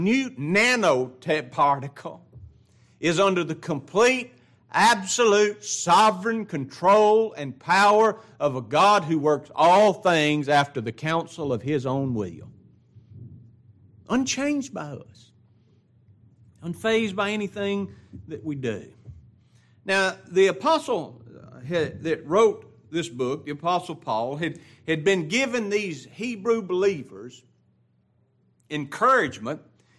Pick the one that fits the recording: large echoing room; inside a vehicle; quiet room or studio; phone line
large echoing room